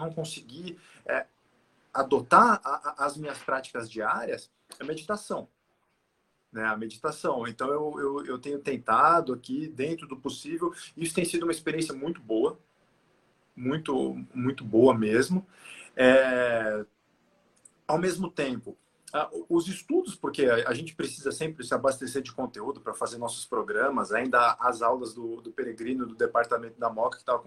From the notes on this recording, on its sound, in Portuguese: transmitida através de Live no nosso Instagram